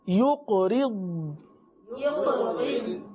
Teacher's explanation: ضاد پر قلقلہ نہیں ہے، ضاد پر آواز کو جمانا ہے، صحیح نا، صفت استطالت کی طرح پڑھیں گے، یقرض یقرض، اوکے۔